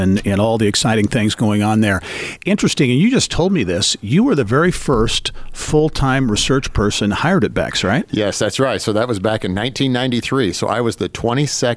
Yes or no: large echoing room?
no